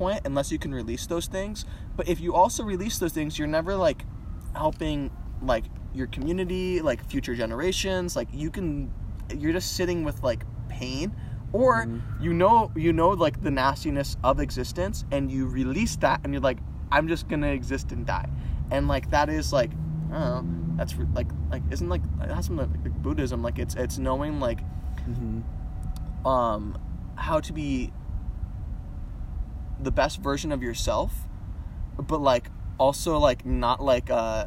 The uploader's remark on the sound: we sit in a parking